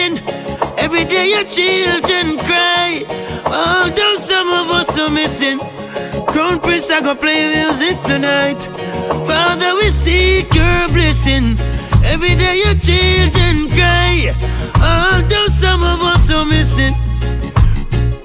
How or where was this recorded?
busy venue